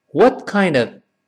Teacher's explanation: what 那个 t 尽管没有发音，但失去爆破，舌尖顶上去这个动作是有的，顿挫一下